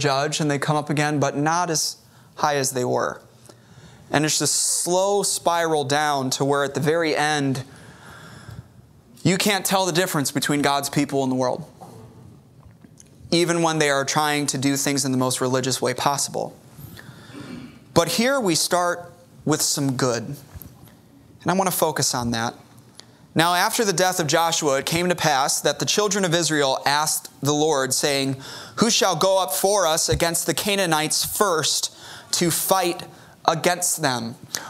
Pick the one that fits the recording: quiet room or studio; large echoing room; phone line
large echoing room